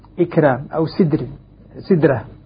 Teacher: كلاهما الحرف الذي بين الكسرة والراء حرف مستفل الراء مرققة معه